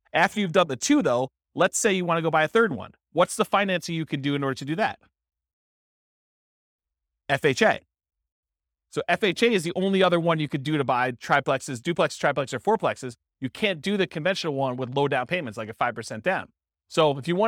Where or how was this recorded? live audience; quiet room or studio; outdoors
live audience